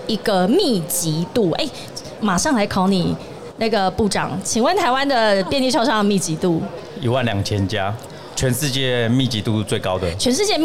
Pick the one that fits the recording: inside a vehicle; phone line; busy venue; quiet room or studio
busy venue